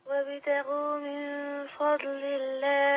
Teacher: النون برضو هنا مخفاة في الفاء · Term: إخفاء